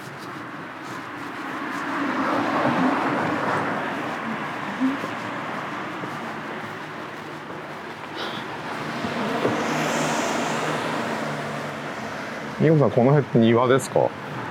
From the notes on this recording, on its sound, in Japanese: 誰かと散歩しながら収録しております。駒場東大前から日本民藝館まで散歩しながらおしゃべり。